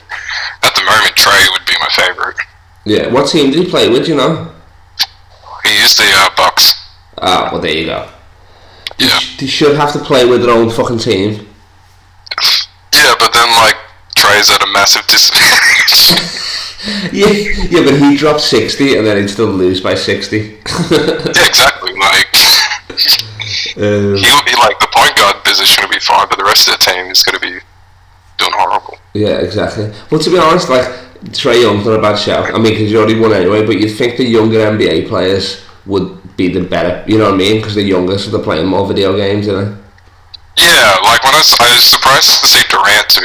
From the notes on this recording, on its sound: This weeks call in guest comes live from his garage in Sydney